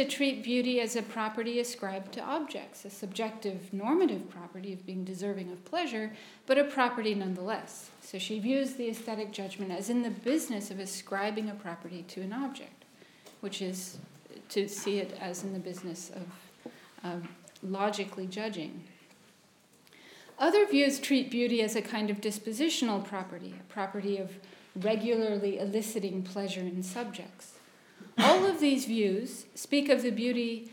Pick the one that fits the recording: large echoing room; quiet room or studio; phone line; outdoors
large echoing room